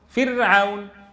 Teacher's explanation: الراء هنا ساكنة سبقت بكسر أصلي وبعدها حرف استعلاء ولا حرف مستفل؟ إذن ترقق فرعون